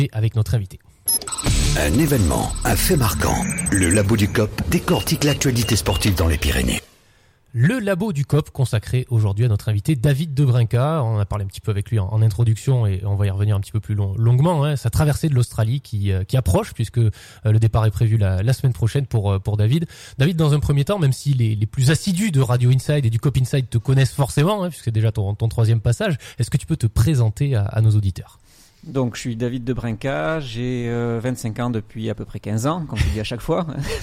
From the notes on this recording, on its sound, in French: Et par téléphone